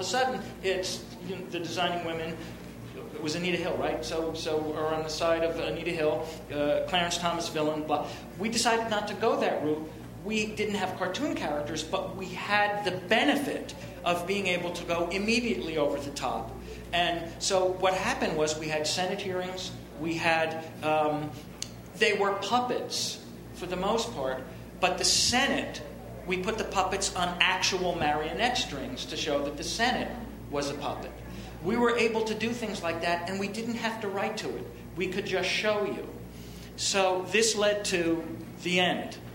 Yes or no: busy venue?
yes